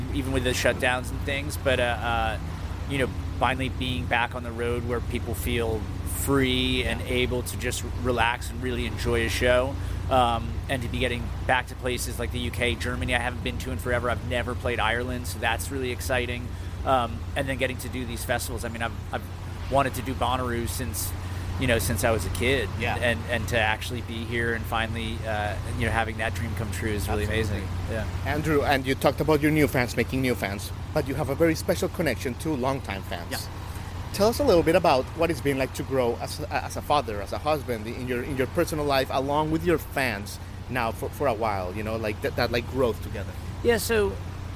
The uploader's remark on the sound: Special episode Live from Bonnaroo 2023. We meet backstage.